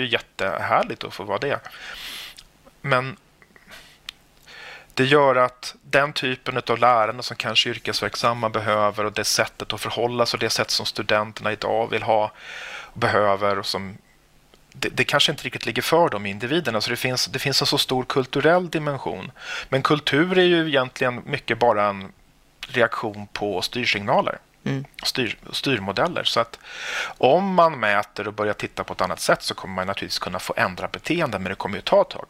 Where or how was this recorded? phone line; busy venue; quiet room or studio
quiet room or studio